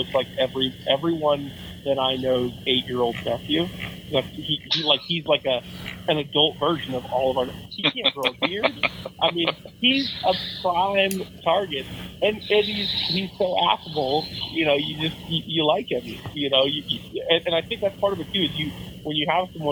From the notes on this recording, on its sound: hopped on the phone